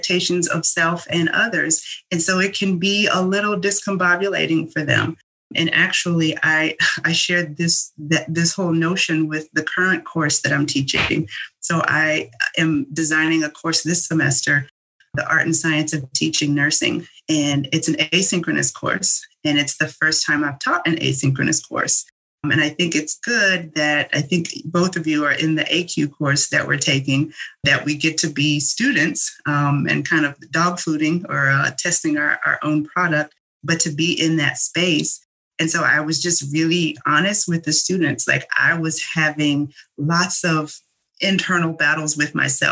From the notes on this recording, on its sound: This episode was recorded on February 26th, 2021 via Zoom.